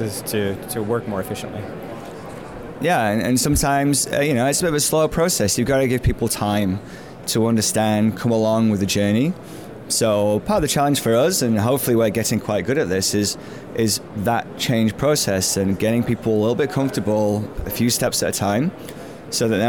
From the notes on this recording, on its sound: Recorded from the Trade Show floor at PDAC 2019, one of the world’s premier mineral exploration conventions.